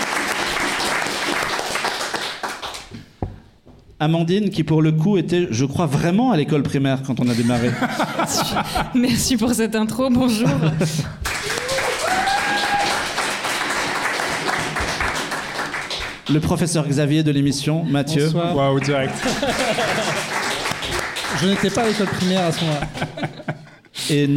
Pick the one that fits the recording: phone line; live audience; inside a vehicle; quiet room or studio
live audience